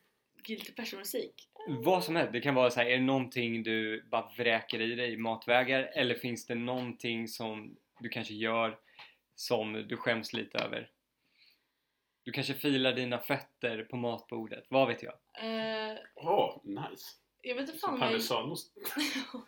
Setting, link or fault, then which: fault, poor sound quality